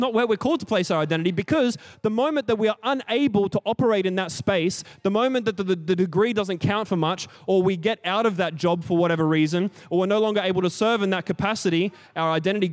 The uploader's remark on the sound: Recorded during our 5pam service on Sunday, the 7th of May 2023